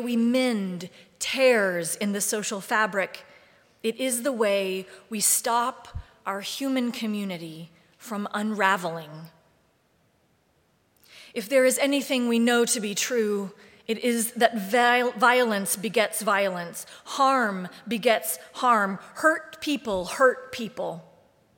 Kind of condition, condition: setting, large echoing room